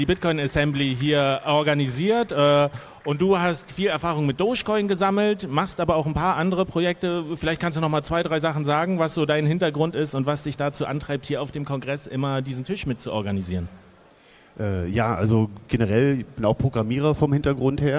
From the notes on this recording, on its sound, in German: Live auf der Bühne in Bild und Ton auf dem 34C3 hier in Leipzig Ende vergangenen Jahres aufgenommen. Nun scheint die Postproduktion der Aufnahmen vom 34C3 abgeschlossen.